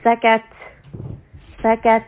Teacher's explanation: to make it more audible, I'm going to add a little bit of hams. I'm going to add a little bit of airflow.